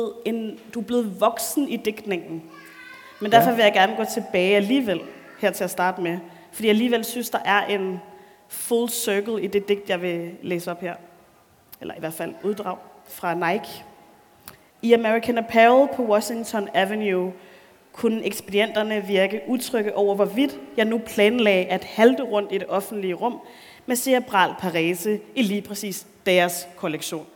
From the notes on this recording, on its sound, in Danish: publikumsarrangementet Månedens Forfatter på Københavns Hovedbibliotek